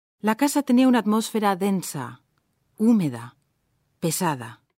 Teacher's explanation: Al final de la frase, la entonación desciende.